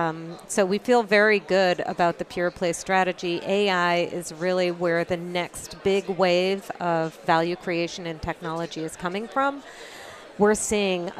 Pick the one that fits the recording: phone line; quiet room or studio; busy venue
busy venue